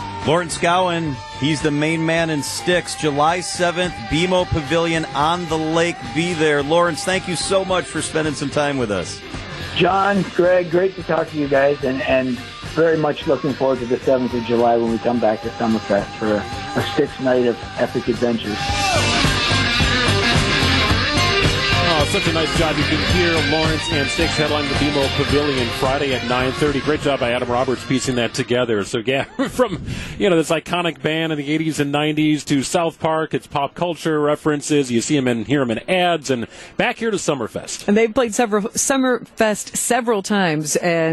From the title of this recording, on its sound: LIVE at Summerfest Weekend 3!